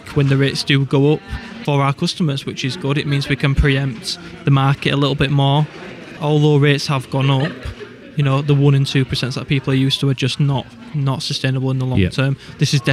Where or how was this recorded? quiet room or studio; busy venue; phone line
busy venue